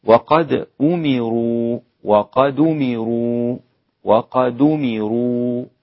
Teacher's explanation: نقل حركة الهمزة إلى الساكن قبلها